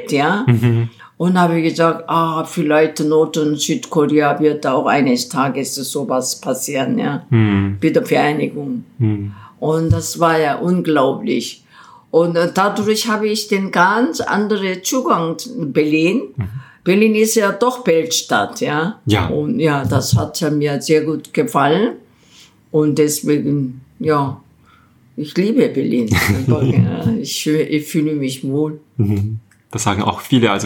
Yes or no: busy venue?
no